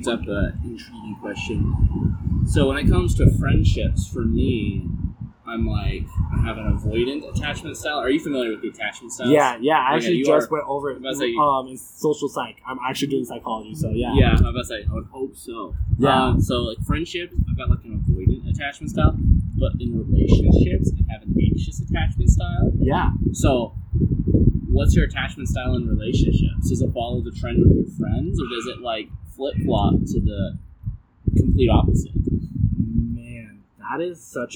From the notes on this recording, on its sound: Sorry for the wind